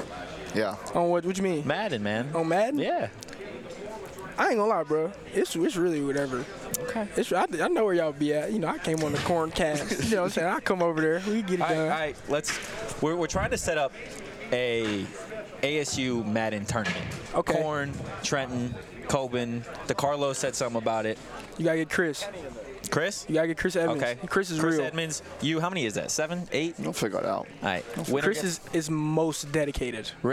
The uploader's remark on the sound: live from Pac-12 media day